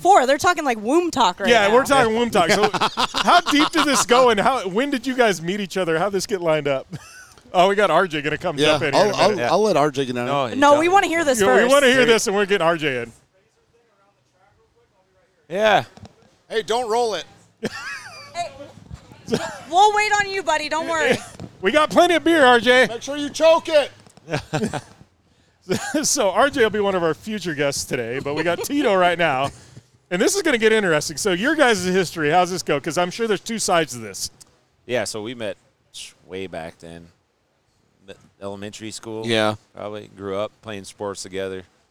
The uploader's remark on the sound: Live at Fall Crandon races.